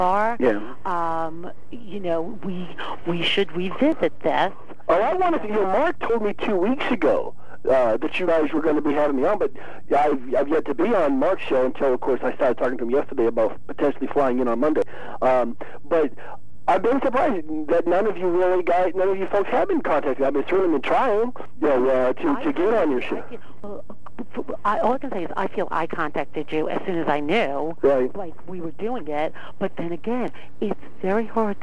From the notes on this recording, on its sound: This episode is that phonecall interview. “phoner” interviews (i.e., by telephone).